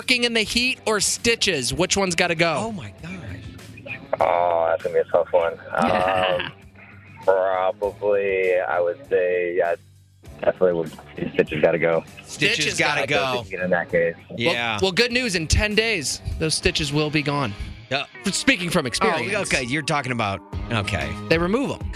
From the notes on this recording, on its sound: Called in to play a game of One's Gotta Go.